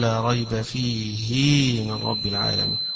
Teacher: أيضا كلمة فيه إذا قرأها ابن كثير حيشبع الهاء التي في آخره، يشبع كسرة الهاء